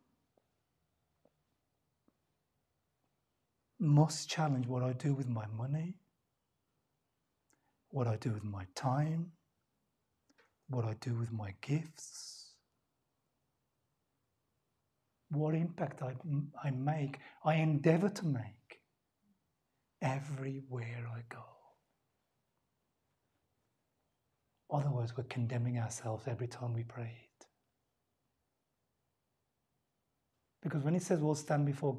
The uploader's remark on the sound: LIVE STREAM Service. By Living Word Bible Church.